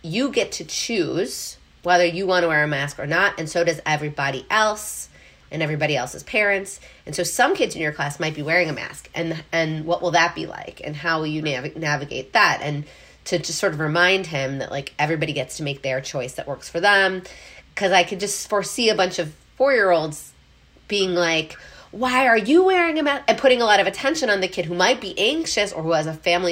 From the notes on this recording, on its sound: We decided to hit record right on my iPhone. This episode is a little different - it's raw, unfiltered and unedited.